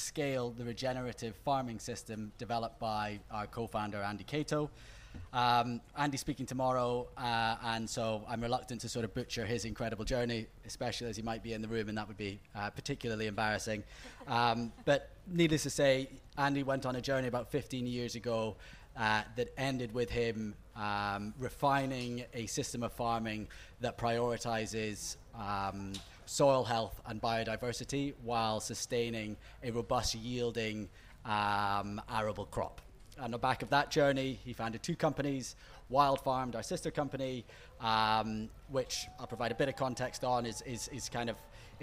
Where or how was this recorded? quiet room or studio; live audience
live audience